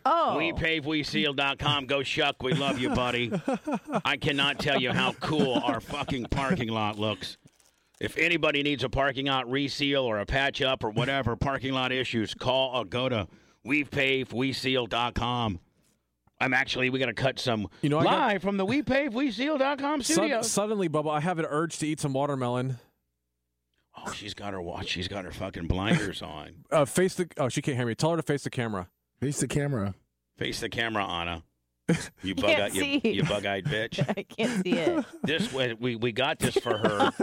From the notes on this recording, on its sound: takes some phone calls during the show!